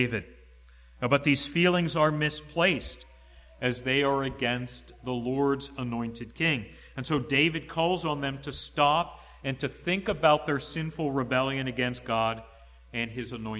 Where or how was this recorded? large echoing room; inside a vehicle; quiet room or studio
large echoing room